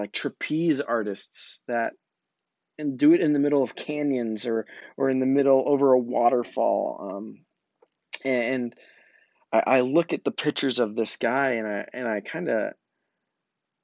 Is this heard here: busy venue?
no